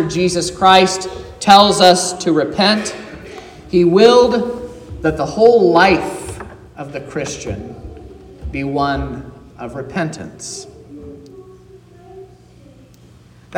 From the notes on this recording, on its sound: This is the sermon preached at Trinity Lutheran Church in Vallonia, Indiana, on Sunday, April 2nd, 2023, which was Palm Sunday.